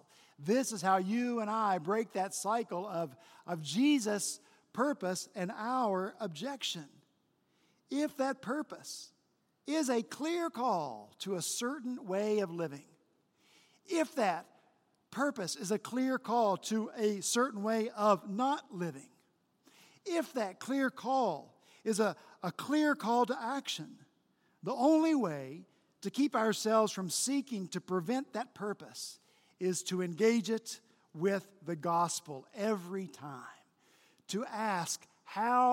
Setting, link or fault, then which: setting, large echoing room